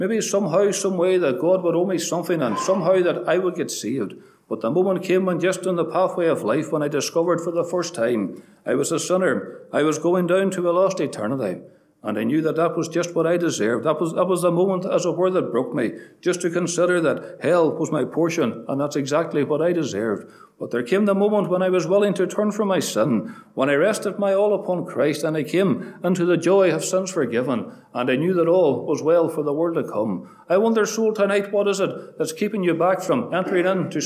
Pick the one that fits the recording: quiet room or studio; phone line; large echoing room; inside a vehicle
large echoing room